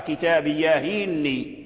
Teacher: حرك الهاء بحركة الهمزة وحذف الهمزة · Term: بالنقل